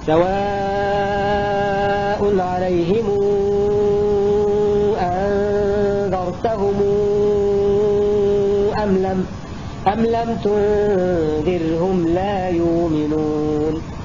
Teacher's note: ورش يصل بمقدار ست حركات لأن بعدها همزة، فتأخذ حكم المد المنفصل، وهو مذهبه في المنفصل والمتصل أنه يمده ست حركات، فيقرأ ورش أو يروي ورش هكذا. · Term: صلة الميم